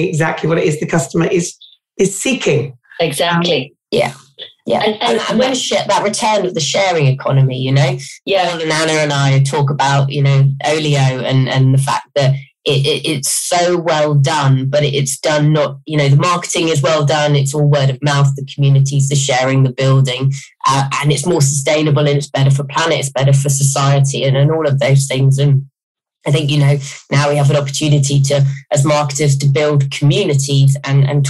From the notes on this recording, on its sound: In this episode, we were interviewed for a live ‘ MarketingKind Digital Fireside ’ session. Our podcasts are recorded purely via online conferencing platforms, we apologise for any minor sound quality issues.